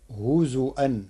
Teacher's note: ورش كلمة هزوا بهمز الواو على لغة بعض القبائل العربية، فتصير هزوا لبئس ما كانوا.